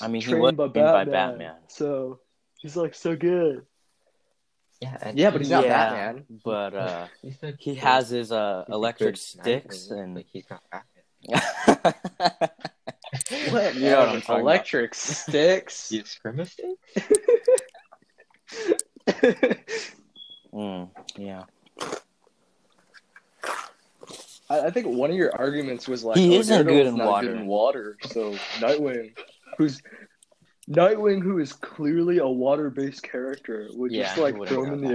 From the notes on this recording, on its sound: Slight technical difficulties hosting our largest ever episode.